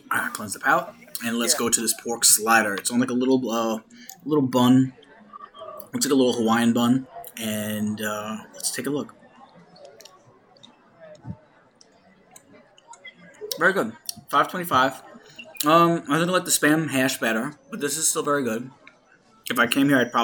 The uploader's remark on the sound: On Location At Epcot's Food & Wine Fest